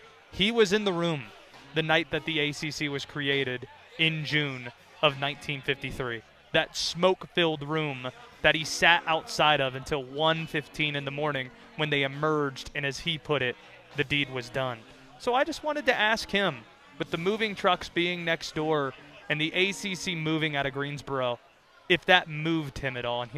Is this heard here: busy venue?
yes